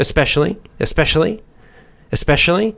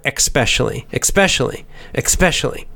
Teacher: We put a little k, we put a little K sound in there, even though it's not spelled. · Shown in: second take